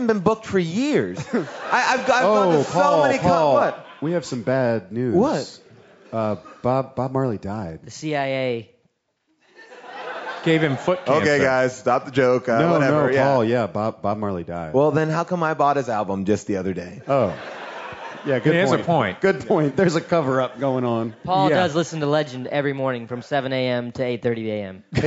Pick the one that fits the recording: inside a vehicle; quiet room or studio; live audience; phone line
live audience